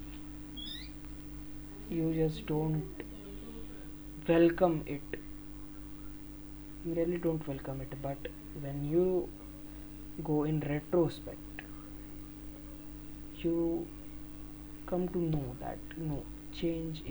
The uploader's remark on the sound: Sorry for the miserable extra background audios.